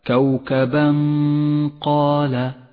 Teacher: نخفي التنوين بالقاف مع بقاء غنة للتنوين ومن غير تشديد للقاف، أي هكذا كوكبا قال، ولذلك لون التنوين باللون الأخضر إشارة إلى الإخفاء وموقع الغنة.